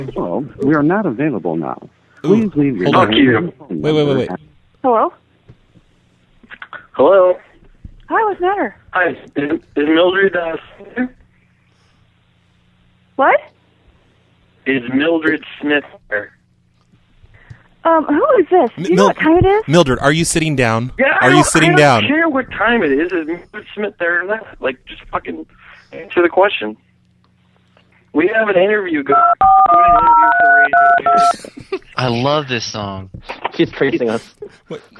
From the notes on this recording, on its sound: Prank Phone Calls Collection.